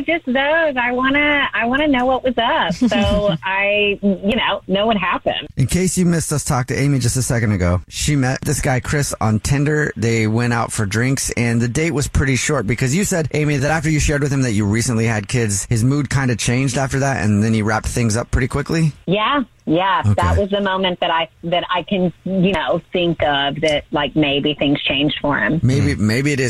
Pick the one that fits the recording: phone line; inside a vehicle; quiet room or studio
phone line